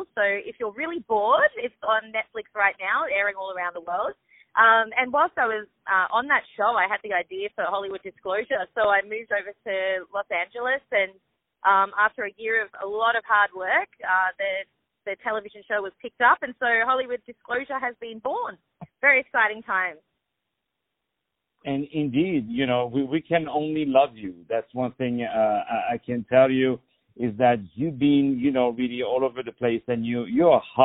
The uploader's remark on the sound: On the phone